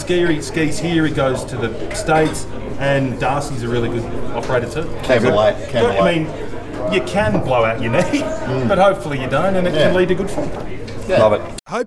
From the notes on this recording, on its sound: We're live from the Moosehead Bar in Mt Buller